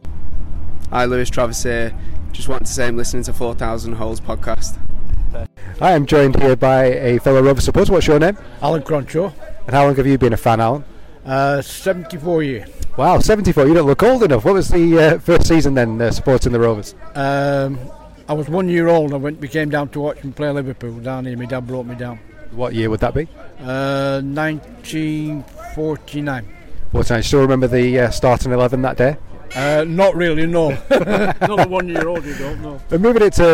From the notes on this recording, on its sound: It was #FansTakeover day at Ewood Park. Take you around Ewood recording chats with all-comers to give you a sense of the occasion. We hear from fans and journalists from all parts of the Globe.